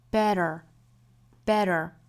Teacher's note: better 这里面的这个 t 呢，要读成弹舌音的 der